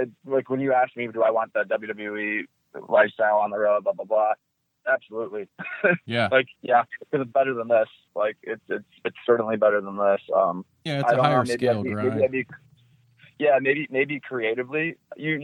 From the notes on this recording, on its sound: via phone